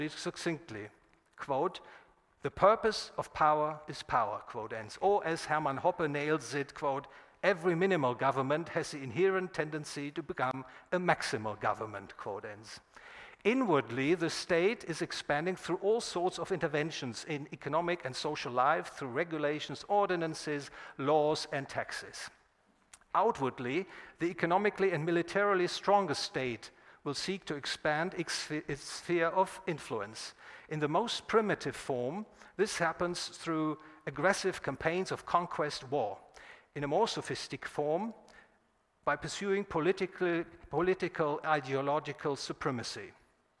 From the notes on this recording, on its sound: recorded at the Property and Freedom Society in Bodrum, Turkey, 16 – 21 September 2021